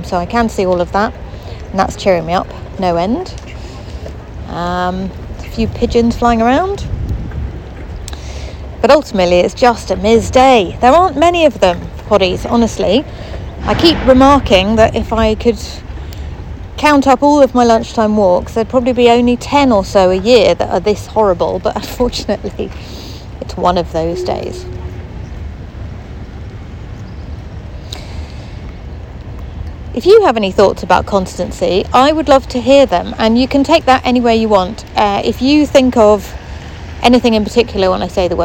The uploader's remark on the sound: Walking around the park behind the hospital